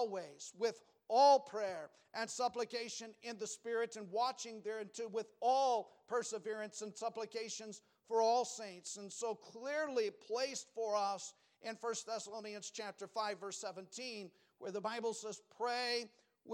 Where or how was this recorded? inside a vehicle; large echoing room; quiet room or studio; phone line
large echoing room